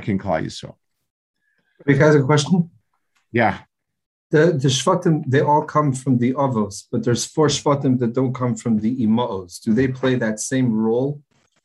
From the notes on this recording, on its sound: This shiur takes place over Zoom on Motzei Shabbos.